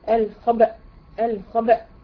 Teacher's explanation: يبقى لازم اسكن الباء واجيب بعدها ايه الهمزة